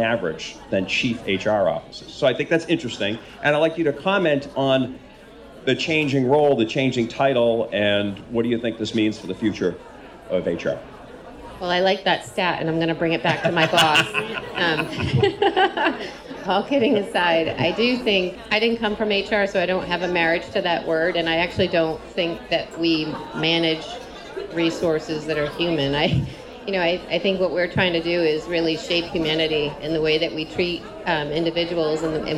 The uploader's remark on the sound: Part one in a series from NEHRA's annual conference, 2019! NEHRA's HR Live event.